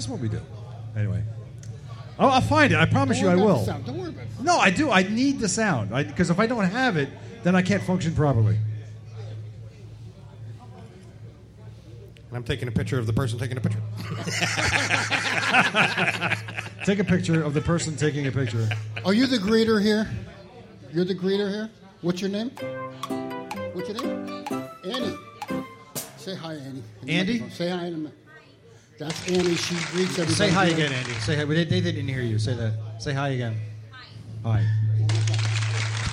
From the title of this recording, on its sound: Live from Bergen Harley Davidson